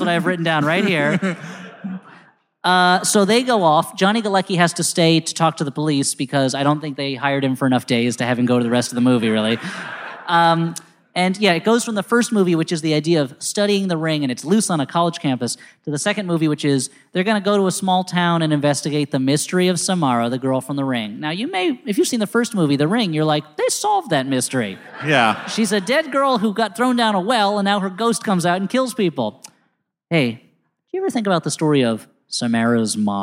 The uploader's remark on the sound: Live at the Regent Theater in downtown L. Rings LIVE! Live at the Regent Theater in downtown L.A.